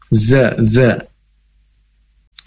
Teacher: Nah, ini seperti huruf ro tapi ada titiknya, yaitu za, dengan ada suara bergetar · Term: huruf za